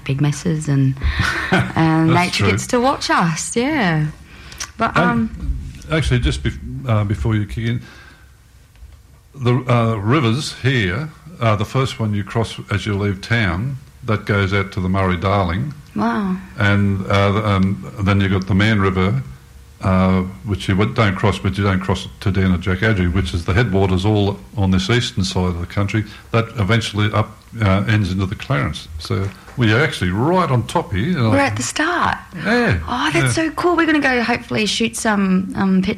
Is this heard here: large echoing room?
no